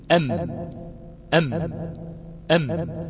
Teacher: فالانطباق في الشفتين عند النطق بالميم يكون الصوت في حالة انحصار خلف الشفتين عند النطق بالميم، أم أم أم، فالصوت لا يجد مخرجا فيرجع ليلتف ويخرج من الخيشوم · أقول كلاهما يخرج من الشفتين بانطباقهما، كلاهما يخرجان من الشفتان بانطباقهما، نعم. فالانطباق في الشفتين عند النطق بالميم يكون الصوت في حالة انحصار خلف الشفتين